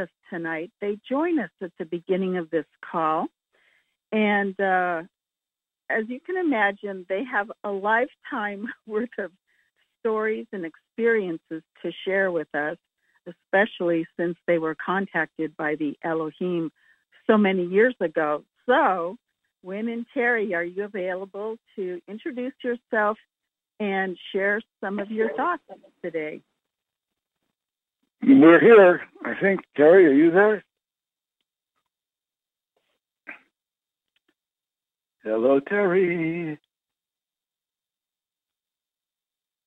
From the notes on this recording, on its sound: Conference Call LIVE